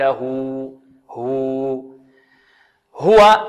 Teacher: الواو مرققة في الوصل وكذلك في الوقف، والهاء كذلك مرققة